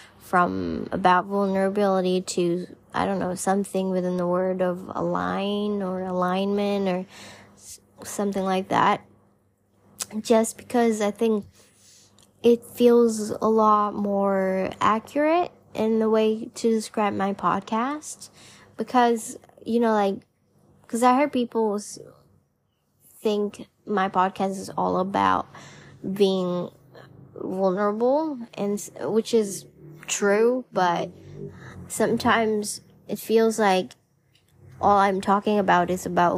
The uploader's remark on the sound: Just a lil personal voice memo